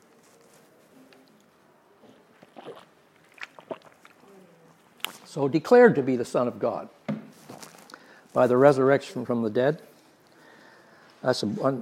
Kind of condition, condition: setting, live audience